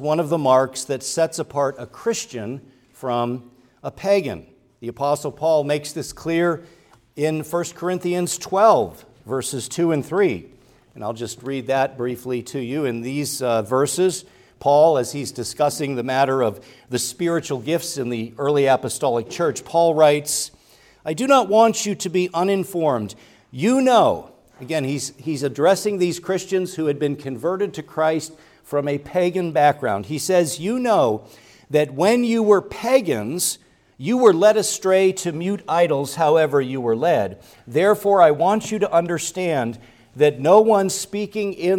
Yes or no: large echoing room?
yes